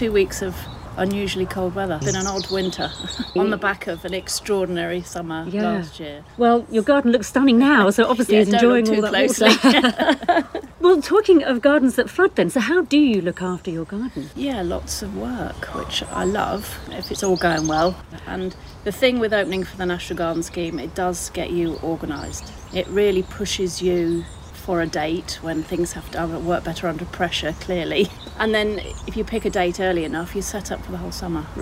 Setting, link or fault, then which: setting, outdoors